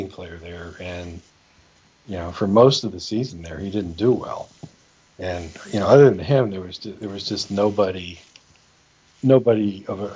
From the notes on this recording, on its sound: working through a ton of technical issues